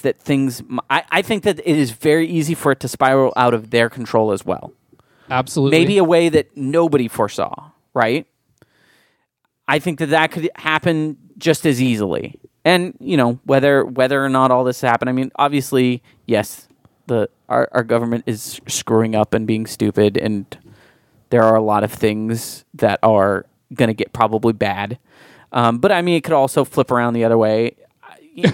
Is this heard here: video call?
no